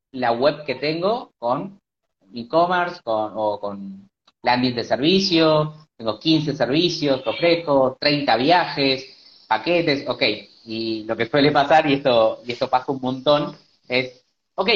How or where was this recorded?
video call